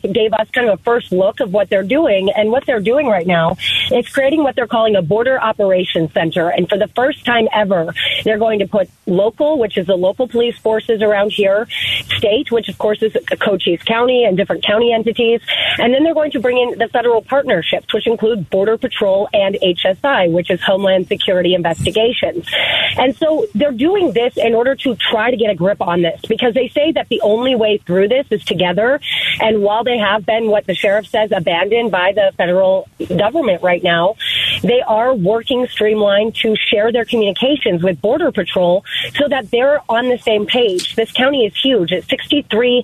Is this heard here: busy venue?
no